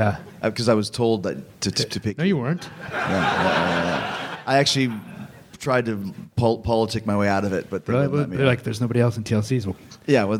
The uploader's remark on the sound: Live At Caroline's